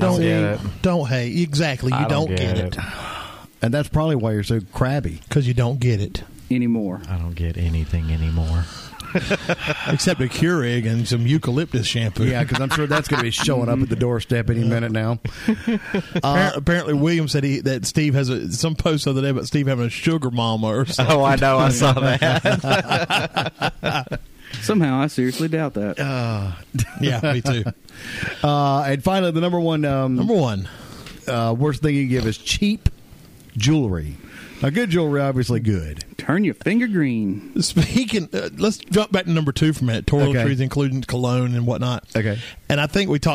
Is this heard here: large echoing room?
no